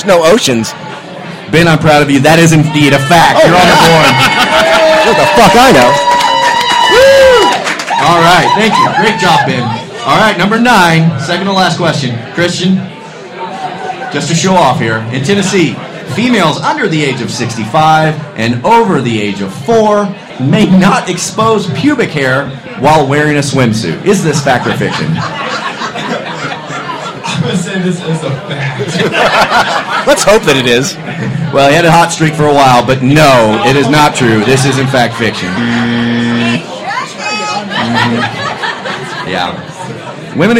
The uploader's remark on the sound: The gang comes at you LIVE from iTap in downtown Columbia.